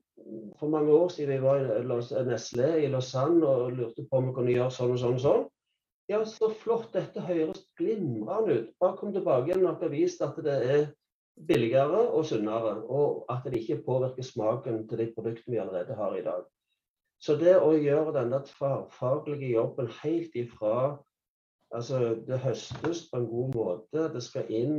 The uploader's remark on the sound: Live Zoom